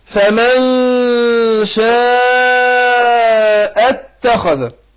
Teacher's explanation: الشين من حروف الإخفاء، فأنا بخفي النون عند الشين